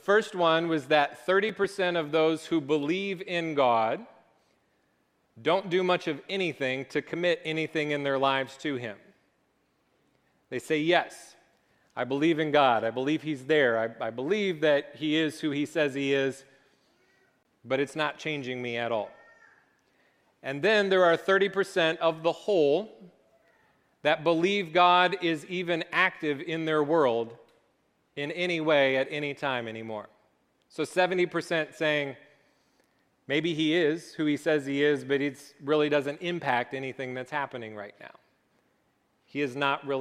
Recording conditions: large echoing room